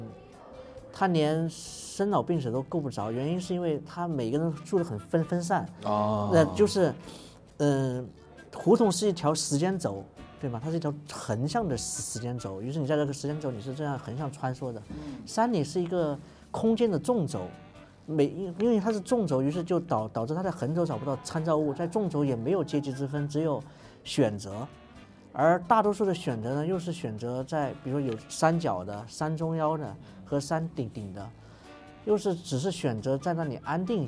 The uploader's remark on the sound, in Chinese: 应“声量”主办方的邀请。在阿那亚的海边录制了一期特别的节目。